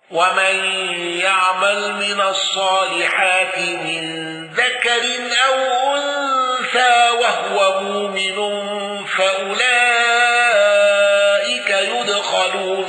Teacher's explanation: أبو عمرو بضم ياء يدخلون، بضم ياء يدخلون وفتح الخاء